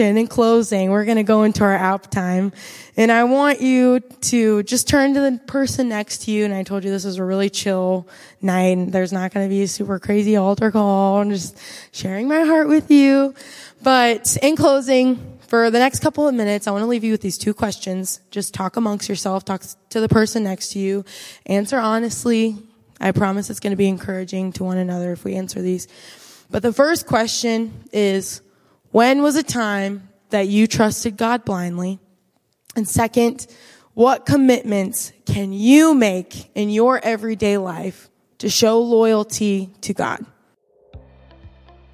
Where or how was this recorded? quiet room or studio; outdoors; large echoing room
large echoing room